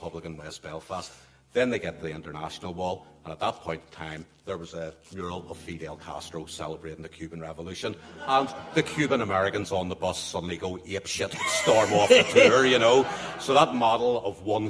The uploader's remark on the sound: Live, from Duncairn arts centre Belfast.